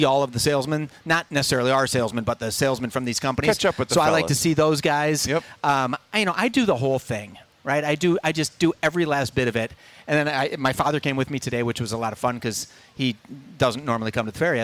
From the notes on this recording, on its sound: live at the MN State Fair